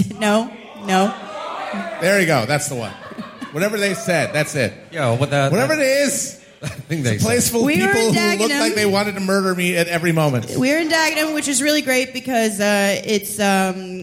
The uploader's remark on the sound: Live in London. Our live show from Dec. At Bush Hall, London.